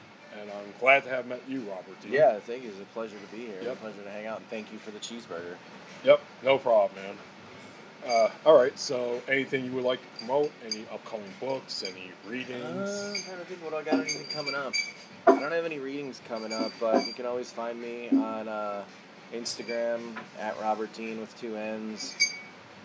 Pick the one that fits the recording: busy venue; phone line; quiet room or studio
busy venue